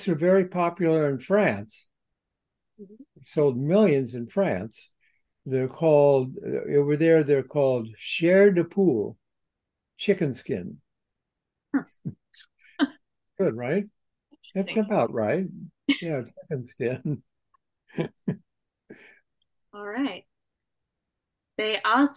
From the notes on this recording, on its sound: spoke with the award winning author by Zoom